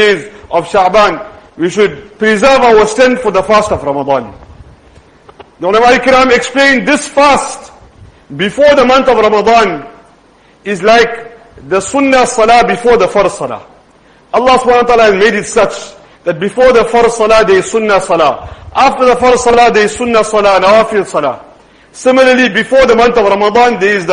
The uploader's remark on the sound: Jumuah lecture